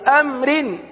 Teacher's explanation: را کے نیچے دو زیر کی تنوین ہے اس لیے ہم نے را کو باریک پڑھا